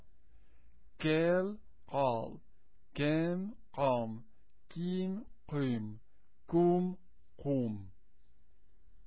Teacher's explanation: The kef sound, the K, kef, is sound, as in English, is said at the level of the soft palate, as in ha. Qaf, though, is said further back, at the level of your tonsils. Hold your mouth open with relaxed, round lips.